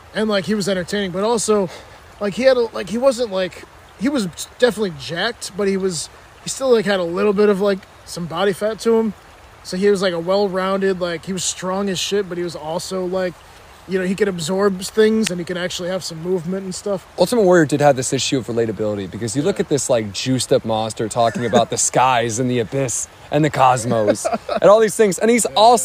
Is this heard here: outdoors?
yes